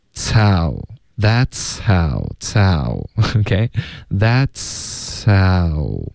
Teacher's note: 了一点 H 的音了、OK?可是问题是这个结尾是进入到一个嘶的音，所以你送气呢是一个摩擦音 that's 对吧、持续这个音连发到 H 的时候会发生什么呢，这个 H 的音又听不见了。为什么呢？因为你的送气 That's how 这个你连发过去，大家就只能听到一个嘶的音，所以它不是一个 sow 直接从嘶进入到 ow，也可以听到一点送气。所以写它的实际发音的时候呢，我有时候会别扭，因为我是唯一会写实际发音的老师，可是就是大家就别只光看音标，这个时候呢你要靠 feel，你要靠感觉。OK，这里呢 that's 的这个呲的音呢后面会带一点送气的感觉，接着这个嘶的音，然后再进入到 ow，大家听一下。OK， tow that's how tow OK that'show，这个 H 的音有一点被前面的呲的音盖住了，不太能听出来，可是还在，因为你一直在连发连读，在连贯的一致的送气出来。 That's how That'show，有没有听到一个 H